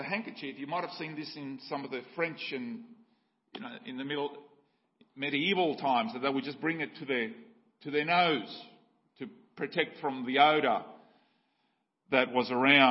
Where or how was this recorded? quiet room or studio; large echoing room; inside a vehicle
large echoing room